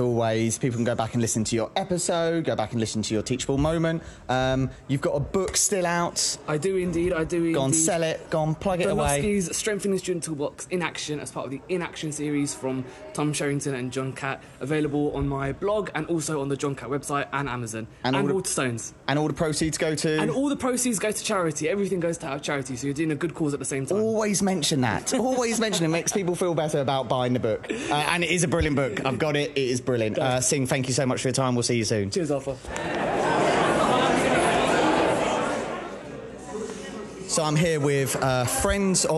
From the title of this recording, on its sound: LIVE from ResearchEd 2023